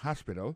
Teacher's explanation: accent tombe sur premier syllabe, il y a trois syllabes